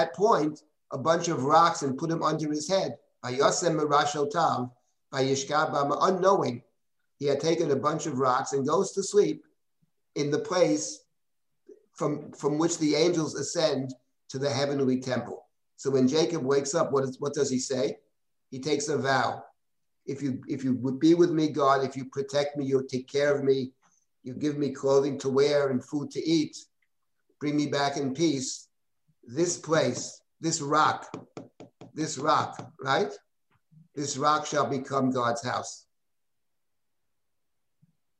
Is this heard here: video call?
yes